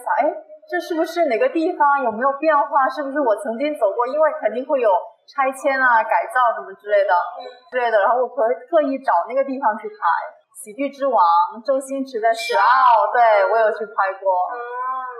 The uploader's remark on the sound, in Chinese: 在我邀约后就请求能不能把她最喜欢的红绿灯声音放进来。本来我们约在西九龙的海滨听着海浪聊天，但那天突然下大雨，临时转到室内，由于技术原因，第一次外景录音，声音质量在修复之后还是不尽如人意。